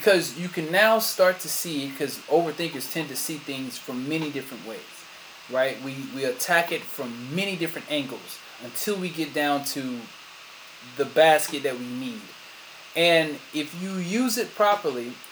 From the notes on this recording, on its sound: Sorry for the sound.